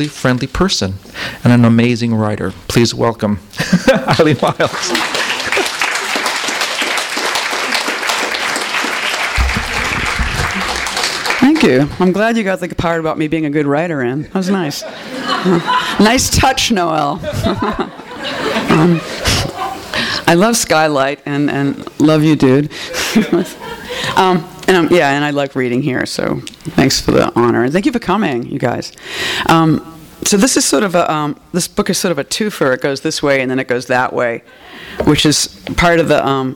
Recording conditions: live audience